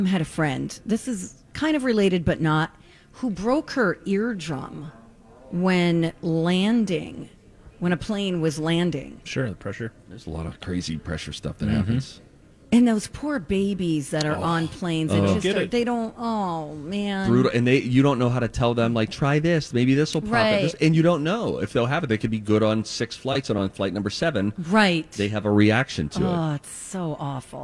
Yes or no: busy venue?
yes